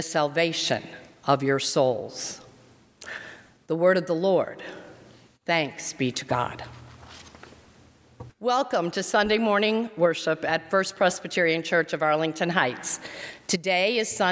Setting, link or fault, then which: setting, large echoing room